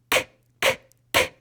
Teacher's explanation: Zuerst blockiert deine Zunge mit ihrer Platzierung oben am weichen Gaumen kurz den Luftstrom. Sie ist dabei, das K zu bilden, einen stimmlosen Konsonanten.